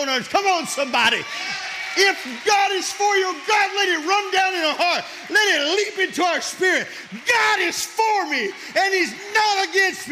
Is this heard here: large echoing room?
yes